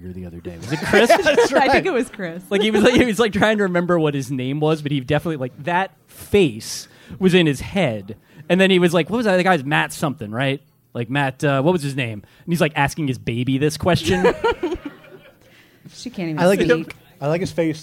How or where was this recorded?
live audience